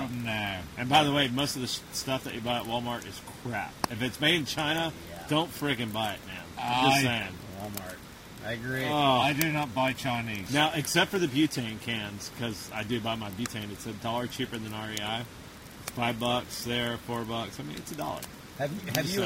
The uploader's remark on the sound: Recorded at a remote campsite on the Chattooga River